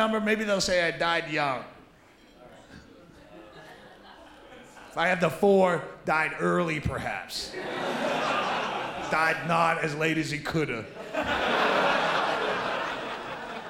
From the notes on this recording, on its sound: Taped live at the Gotham Comedy Club